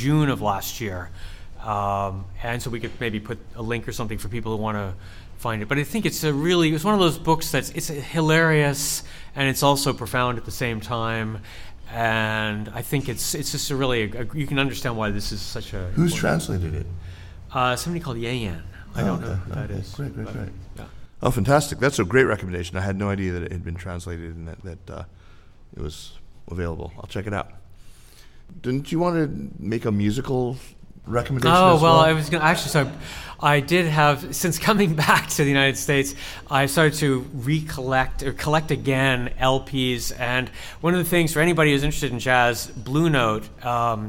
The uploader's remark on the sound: Live in New York City. Our live recording from the Rizzoli Bookstore in the Flatiron district of Manhattan.